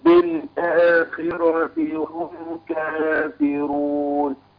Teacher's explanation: الخاء مكسورة تاخد أدنى درجات التفخيم